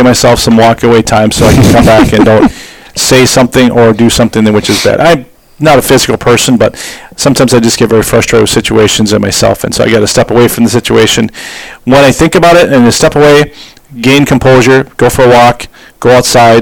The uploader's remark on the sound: The audio is a little loud and distorted.